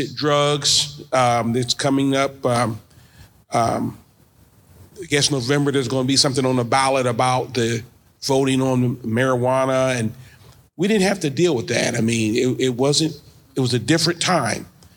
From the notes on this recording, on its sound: At the Be a Baller Podcast Live Event. The live audience.